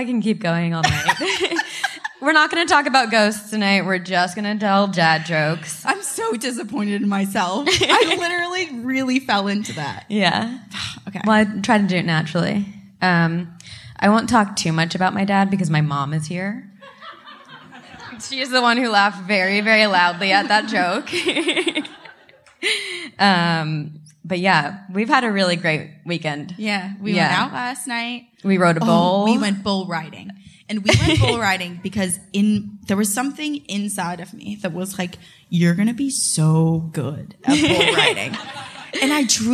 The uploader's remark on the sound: Live from Nashville. We had a live show at Zanies Comedy Night Club!